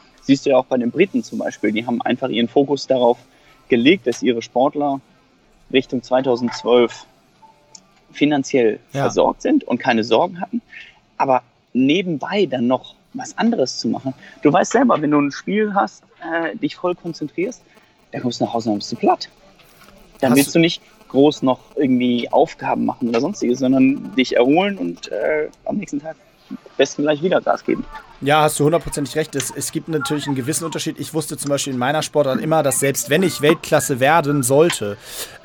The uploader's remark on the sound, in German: Für die Podcast-Aufnahme ausgerechnet am Flughafen auf dem Weg nach Taiwan.